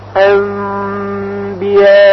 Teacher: پس در واقع صدای میم با غنه زیادتری از خیشوم خارج میشه. در حقیقت صدای میم در خیشوم مخفی میشه، انبیاء، یعنی نمیگوییم انبیاء، میم خالص نیست، انبیاء. · Term: اقلاب